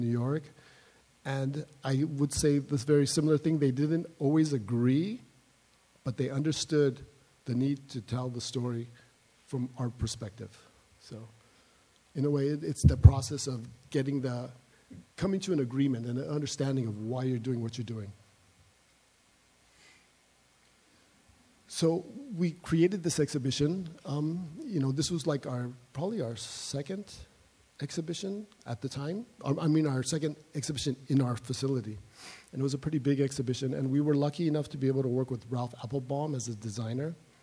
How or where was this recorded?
live audience